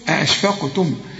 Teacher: أأشفقتم، عندك اتنين همزة طلعهم، أأشفقتم، القاف مدام عليها سكون قلقلها